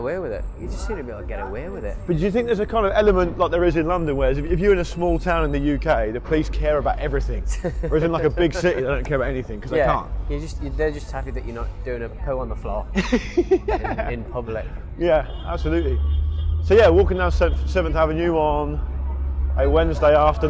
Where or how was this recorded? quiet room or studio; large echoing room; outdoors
outdoors